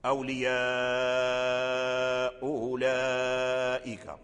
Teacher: أولياءه أولئك، فيسهلها بين الهمزة والواو، فينطق القارئ بشيء بين الهمزة والواو، فلا هو واو خالص ولا هي همزة خالصة، وهذا هو التسهيل.